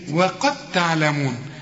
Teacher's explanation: انا دخلت الدال في التاء ادغام، لما تلاقي حرف بدون تشكيل بيدغم في اللي بعده، لكن